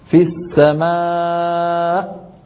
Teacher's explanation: بقفل الوترين الصوتيين فجأة، فانبتر الصوت · Term: همزة